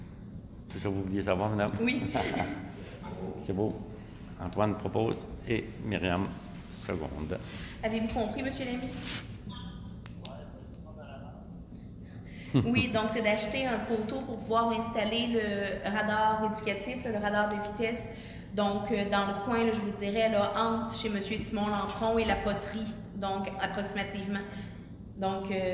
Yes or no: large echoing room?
yes